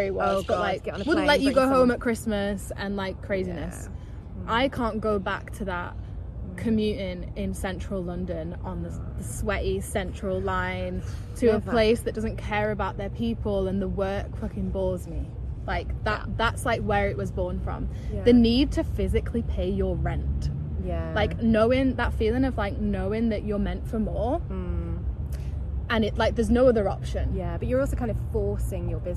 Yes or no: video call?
no